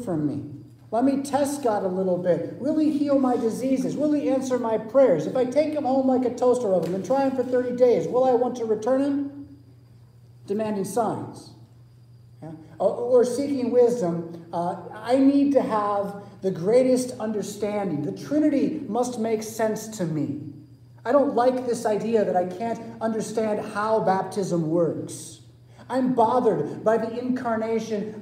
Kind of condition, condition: setting, large echoing room